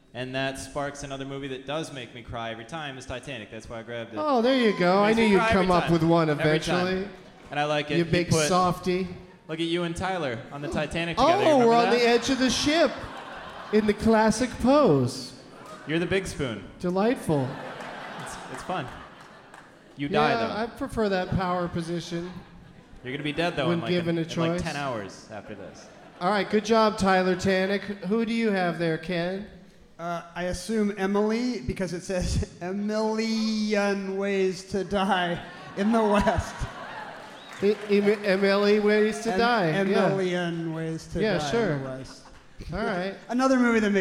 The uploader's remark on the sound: Live from Seattle's Neptune Theatre.